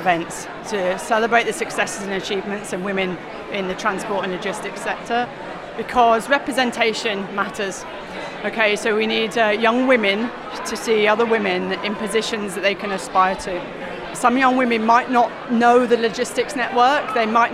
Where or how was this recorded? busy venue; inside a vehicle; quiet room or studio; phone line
busy venue